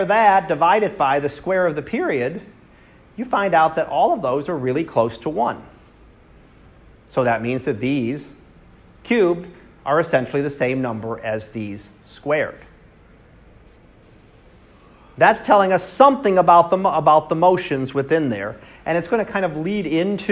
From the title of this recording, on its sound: Live Class Lecture